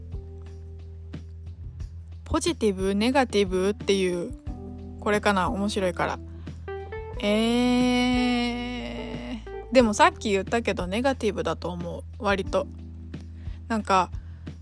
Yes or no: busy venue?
no